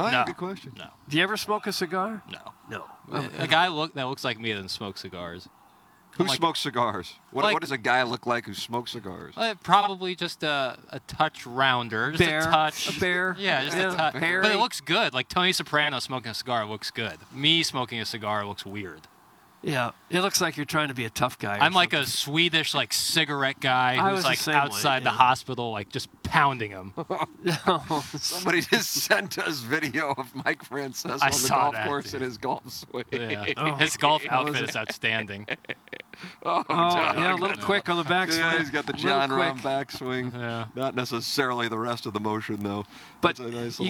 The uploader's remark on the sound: Live from the TMA Hit & Giggle. Action on the short game area.